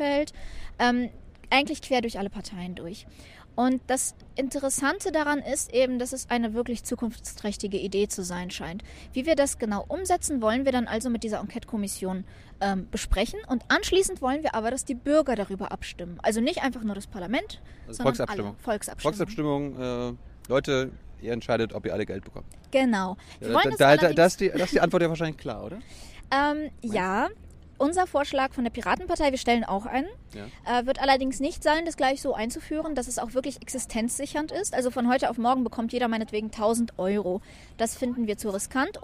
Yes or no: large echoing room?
no